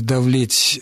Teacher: К сожалению, так получилось, что эти глаголы очень созвучны. Поскольку в глаголе «давлеть» первый гласный находится в безударном положении, нам представляется, будто бы там гласный «а»